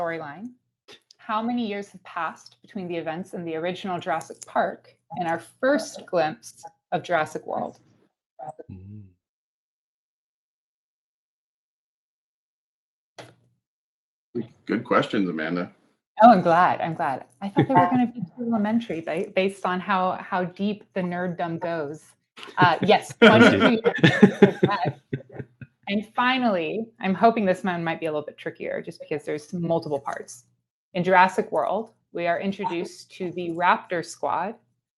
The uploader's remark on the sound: Live Book Release Event via Crowdcast